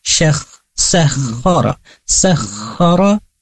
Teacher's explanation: di sini kita harus penuhi tasydid di huruf kha, maka kita tasydidkan atau gandakan syakh, sakhar, sakhar.